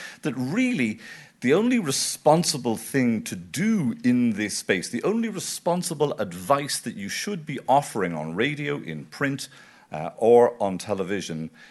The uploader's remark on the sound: This podcast is taken from a recording symposium on hosted by safe food at the 2019 Federation of European Nutrition Societies conference. This podcast is taken from a recording symposium on hosted by safe food at the 2019 Federation of European Nutrition Societies conference.